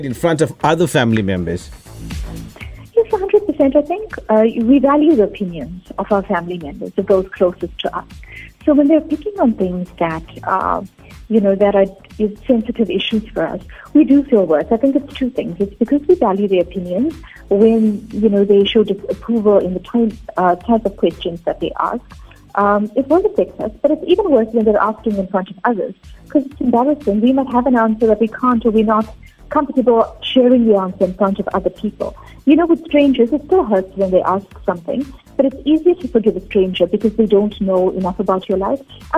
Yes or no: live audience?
no